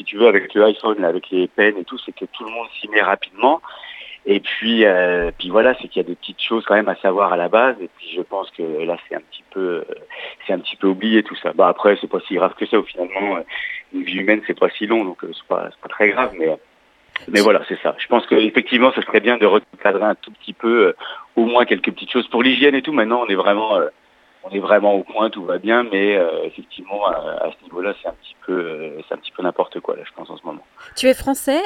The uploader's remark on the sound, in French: Par téléphone depuis Montréal.